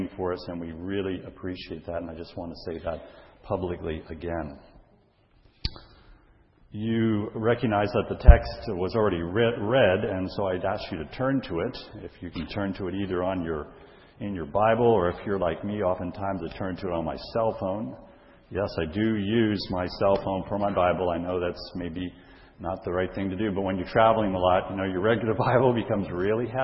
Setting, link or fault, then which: setting, large echoing room